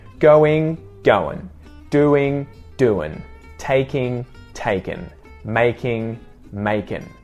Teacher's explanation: Change the ing ing into a sort of schwa n or an en sound that sounds more like an n.